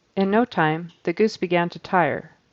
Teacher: He uses a Z for the, and it kind of just is squished in between time and goose.